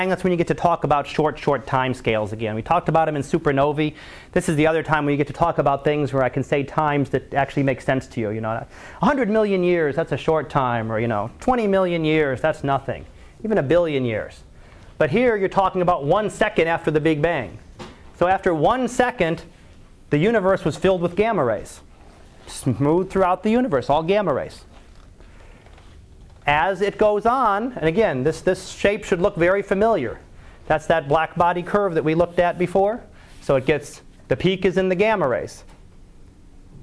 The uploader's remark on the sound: Live Class Lecture